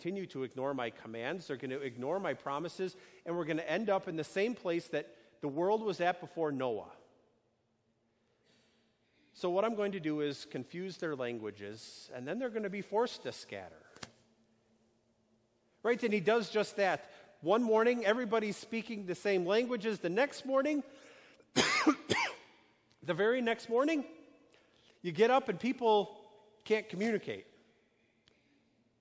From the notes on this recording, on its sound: A sermon delivered on Sunday, June 9, 2019, at Our Savior Lutheran Church in Birmingham, AL